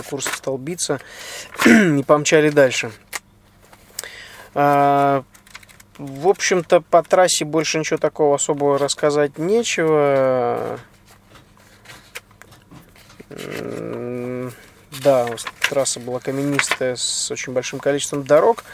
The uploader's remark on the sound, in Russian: Этот выпуск я записал на бивуаке посреди пустыни в Марокко, после финиша СУ4 ралли-марафона AFRICA ECO RACE 2016.